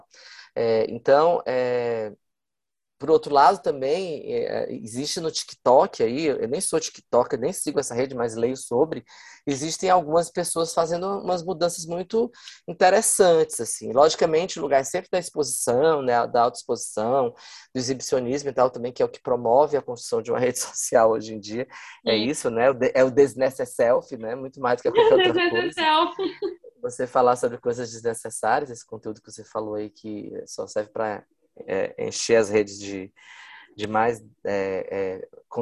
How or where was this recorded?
video call